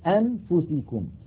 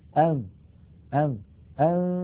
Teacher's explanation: إلى تهيئة الفم مباشرة إلى مخرج الفاء، فنقول أن أن أن. إذن الفم مهيئ على مخرج الفاء وينطق القارئ من أنفه غنة فقط فقط · Shown in: second take · Term: الإخفاء